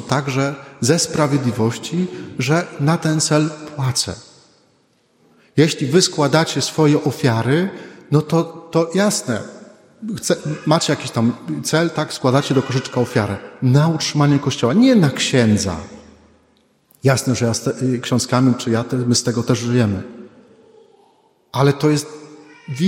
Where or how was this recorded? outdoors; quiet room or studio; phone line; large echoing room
large echoing room